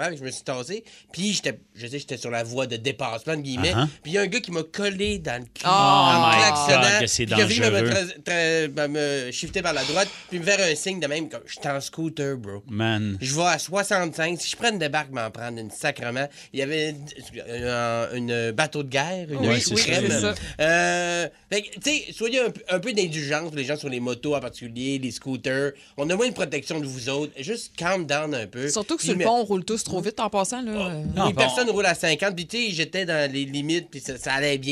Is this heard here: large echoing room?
no